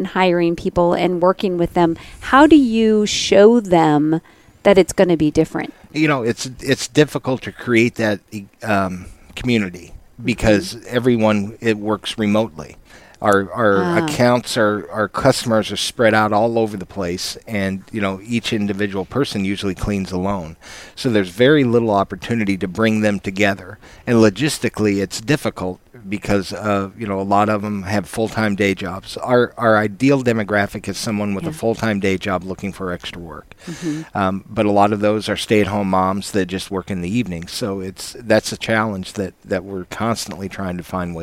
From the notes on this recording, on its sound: An inspiring time LIVE from the Office Pride ANNUAL RETREAT.